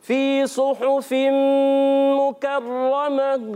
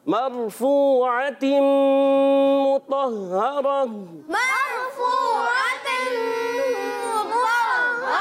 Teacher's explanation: गोल ता को हा से बदलना। जी हाँ, वक्फ की सूरत में यहाँ गोल ता हा से बदल जाती है · Term: वक्फ बिल इब्दाल माल हा